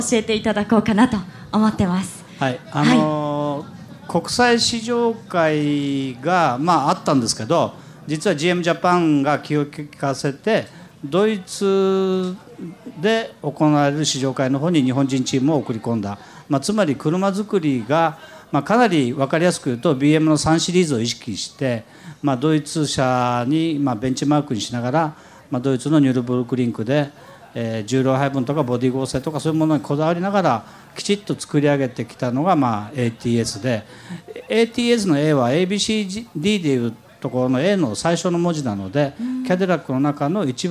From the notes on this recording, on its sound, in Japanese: 今週は「ル・ボランカーズミート2014」で行われた公開録音の模様をお届けします！